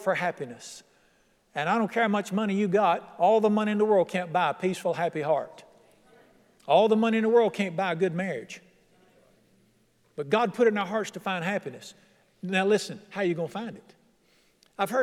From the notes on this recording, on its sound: at The Lamb's Chapel, Burlington, NC.